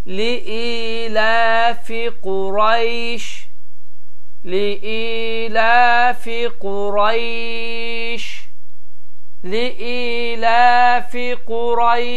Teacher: burada y səsi uzanılaraq bu 3 formada oxunar